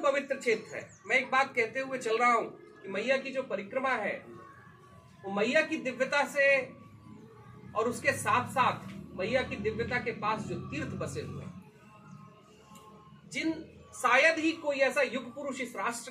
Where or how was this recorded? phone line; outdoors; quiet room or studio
outdoors